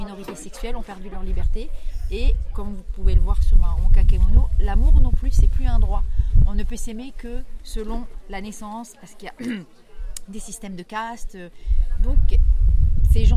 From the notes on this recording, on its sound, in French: Festival Cap de Lire d'Antibes. Reportage au festival Cap de lire qui se tenait à la Chapelle de la Garoupe.